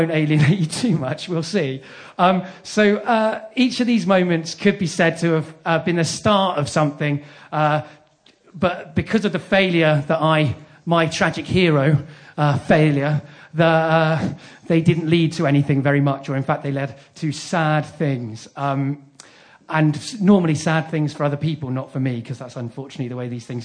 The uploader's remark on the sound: The first of three live recordings from our Tragic Beginnings live event which took place at the Hackney Attic on the 17th January 2014.